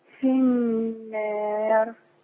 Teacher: طول ما في الف وراها راء مكسوره، ورش يميل بالالف شويه، فلما يميل بالالف شويه الراء تترقق.